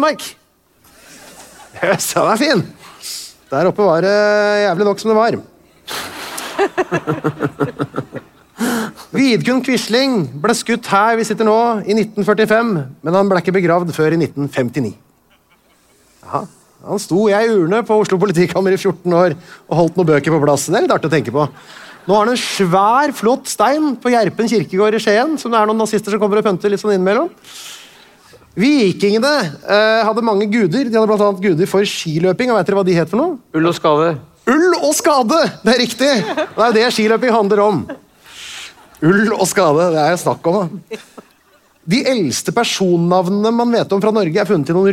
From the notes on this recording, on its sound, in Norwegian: LIVE fra Akershus festning. Gikk liveshowet 198 Land: Norge spesial av stabelen på Akershus festning i Oslo.